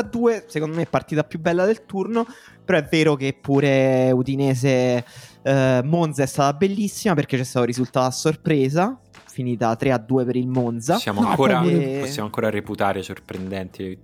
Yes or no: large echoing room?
no